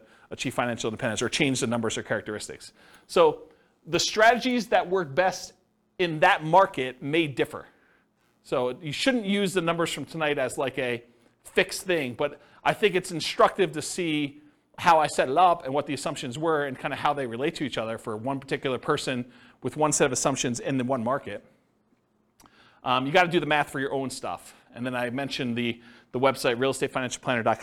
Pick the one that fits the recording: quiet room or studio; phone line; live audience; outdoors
live audience